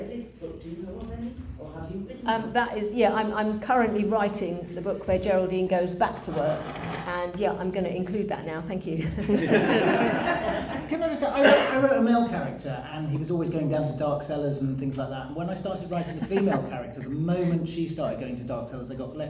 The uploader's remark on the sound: The first panel from the Darkside of Brighton held on the Old Ship Hotel on 28th October 2023.